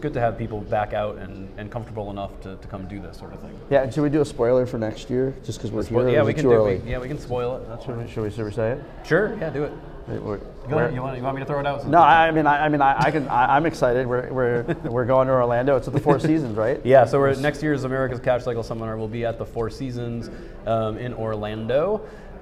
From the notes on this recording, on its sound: live from San Diego at the Americas Cash Cycle Seminar 2022 during day one